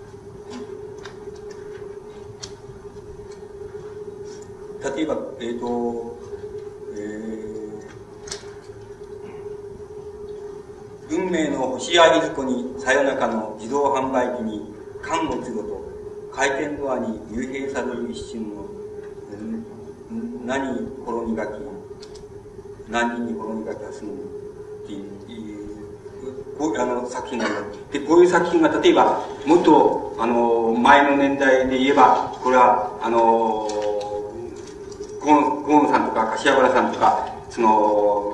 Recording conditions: background noise